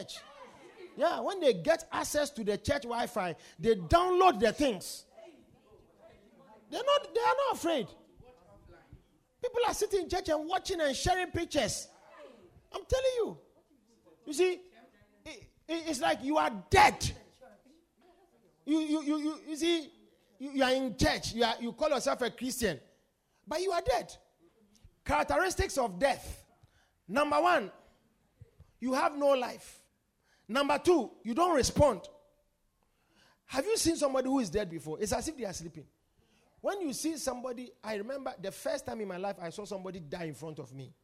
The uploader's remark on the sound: Preached at The Supernatural Encounter Service.